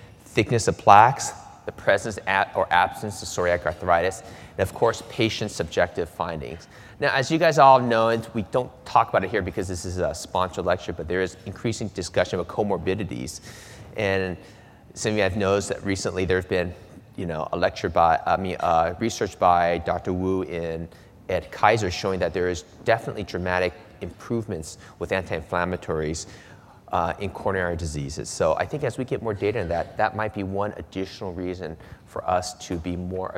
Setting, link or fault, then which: setting, large echoing room